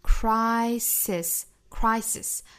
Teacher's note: 注意两个 s 都是读清辅音的 s